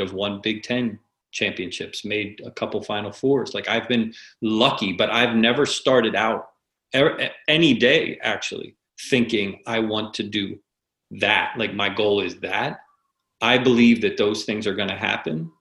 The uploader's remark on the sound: Listen to part 1 of our Zoom Webinar.